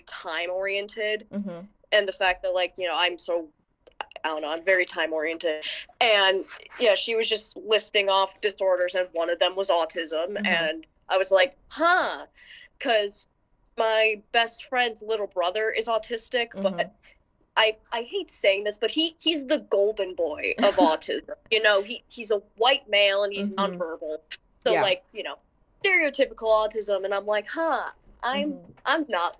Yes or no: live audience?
no